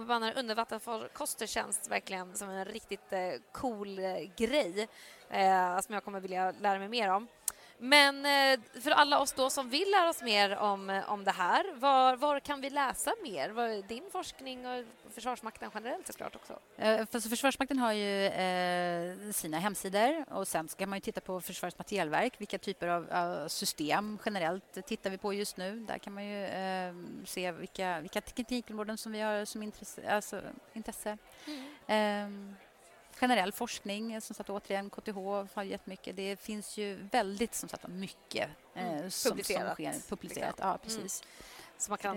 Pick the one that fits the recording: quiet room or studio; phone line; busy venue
busy venue